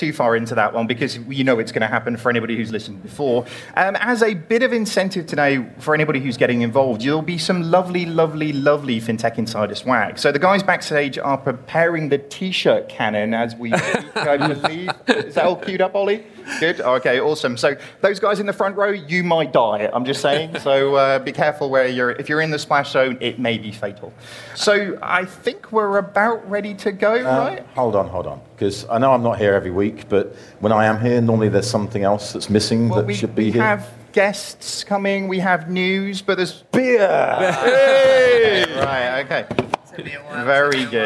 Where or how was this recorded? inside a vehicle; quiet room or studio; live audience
live audience